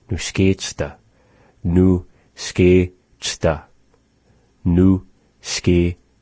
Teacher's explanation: that ch isn't a pop sound like we have in nukichta